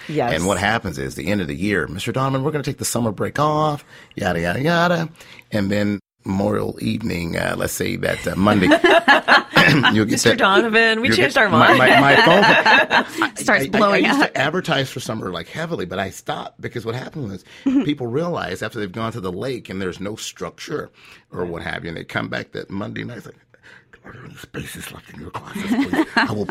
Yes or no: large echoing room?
no